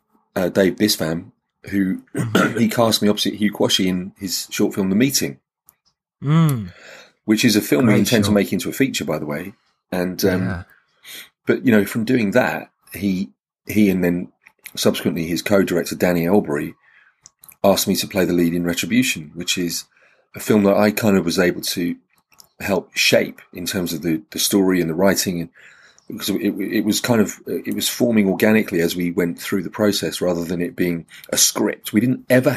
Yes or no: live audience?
no